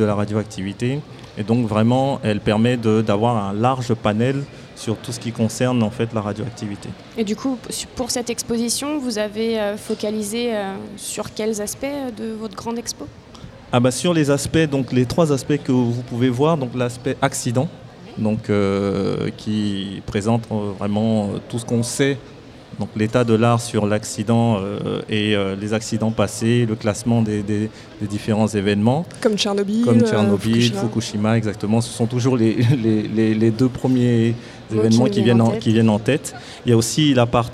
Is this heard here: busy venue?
yes